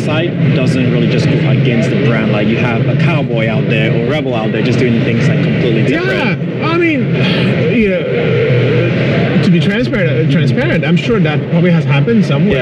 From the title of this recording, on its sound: LIVE AT NAA